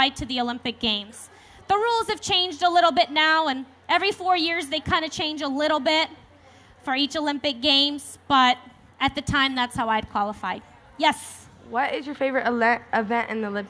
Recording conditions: live audience